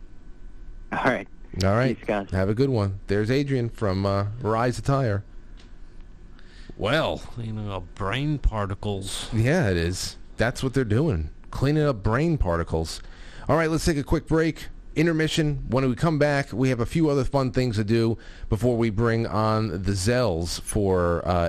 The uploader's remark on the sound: Opens Lines for Q&A, and plenty of call-in topic suggestions as always!